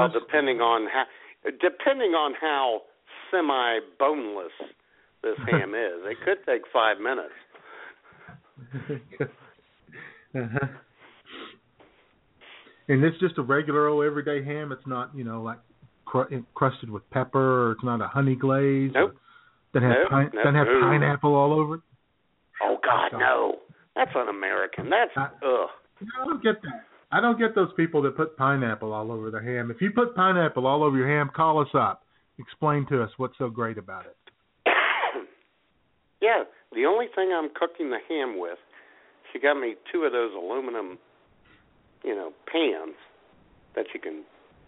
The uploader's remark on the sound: All of that plus your phone calls at 661. As IWS Radio presents: Jesus Christ: Rebel Without A Cross.